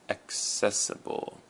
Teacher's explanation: So access has the emphasis on the a, access, and then for the word accessible, the emphasis is on the ses, accessible.